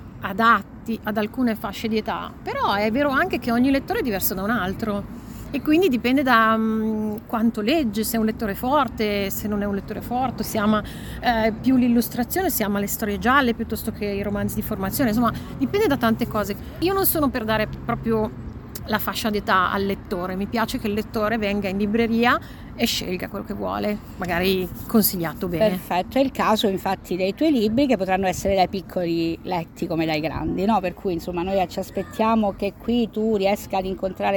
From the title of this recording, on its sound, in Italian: siamo al B-Book Festival di Cosenza